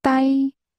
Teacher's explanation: Stay, using a high-level tone.